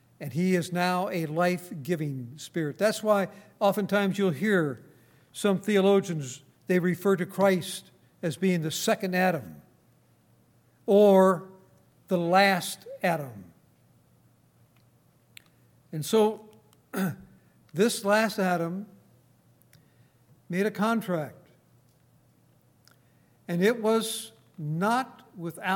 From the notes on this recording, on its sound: Recorded on August 26, 2018, at Grace Bible Fellowship in Front Royal, VA.